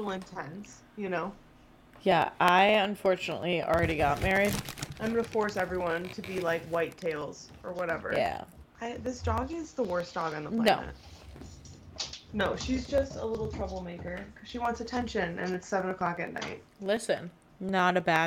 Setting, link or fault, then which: fault, sounds in the background